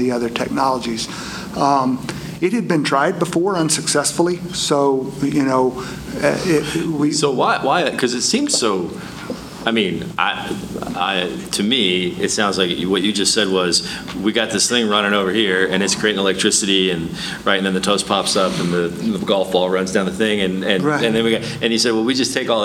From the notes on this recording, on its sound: On location for the big unveiling. Live at the Midland Petroleum Club.